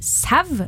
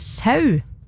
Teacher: Hei, har lagt merke til at noen Østlandets spørsmålstegn uttaler U i au som en V. De sier sev og ikke sau, ofte med veldig trykk på V-en. · Shown in: first take